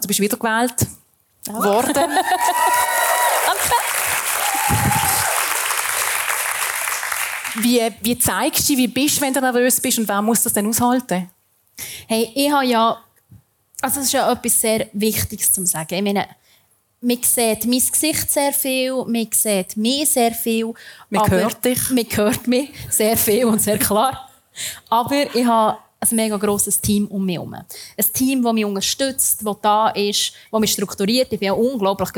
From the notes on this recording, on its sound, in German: Sie erzählt vor Publikum im Plaza Club in Zürich.